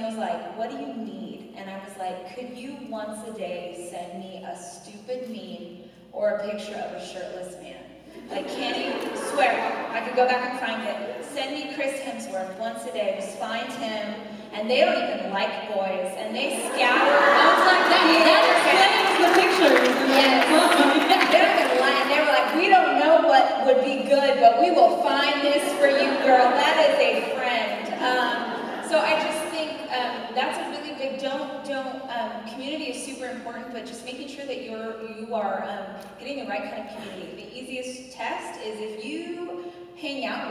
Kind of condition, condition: setting, live audience